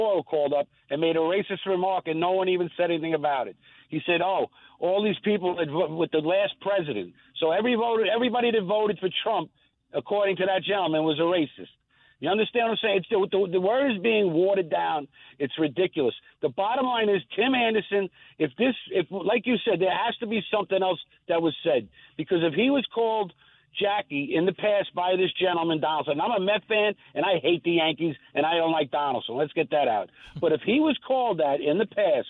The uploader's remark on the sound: We head to the phones. We take more calls on the Donaldson situation.